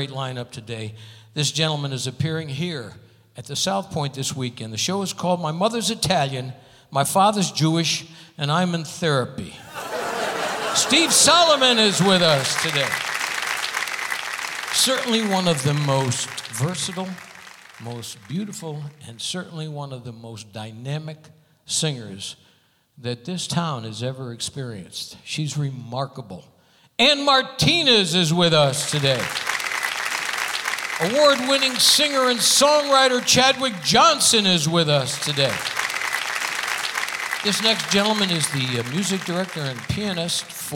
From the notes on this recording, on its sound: Live at the South Point Casino